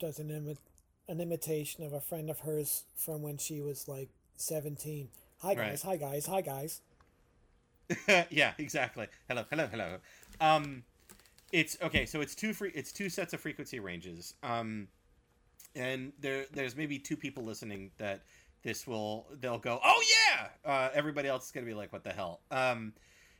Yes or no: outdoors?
no